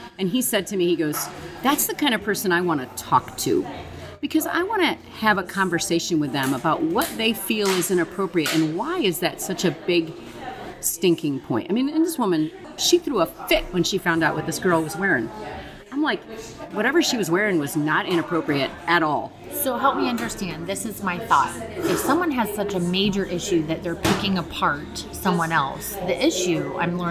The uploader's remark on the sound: Live from a Coffee Shop